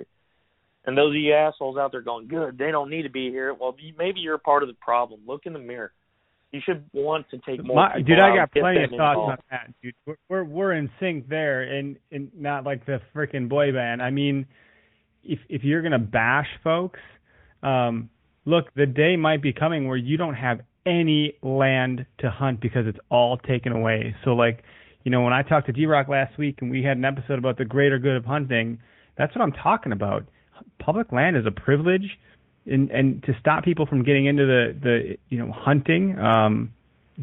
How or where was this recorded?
phone line